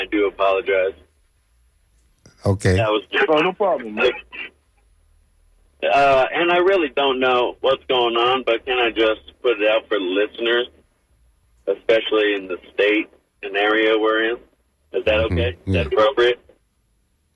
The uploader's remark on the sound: unique magazine format call-in show